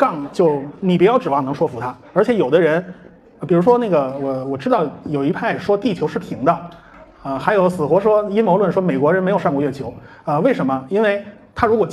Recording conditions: live audience